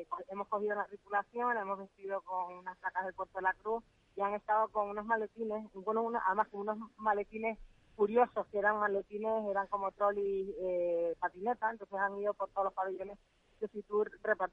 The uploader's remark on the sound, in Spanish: Gente Radio. Entrevista telefónica. Concejal de Turismo de Puerto de la Cruz, durante su presencia en Fitur.